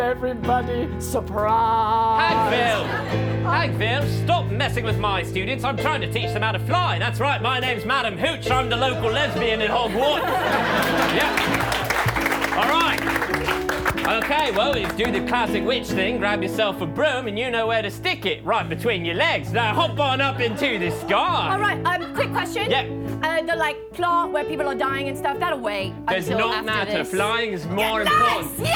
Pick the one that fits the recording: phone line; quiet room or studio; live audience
live audience